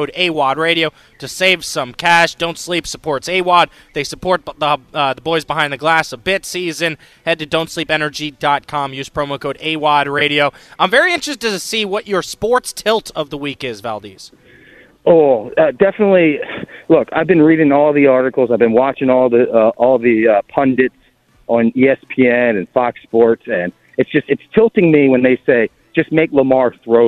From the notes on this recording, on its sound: live from River City Roll as they compete in the River City Roll Bowling Bowl.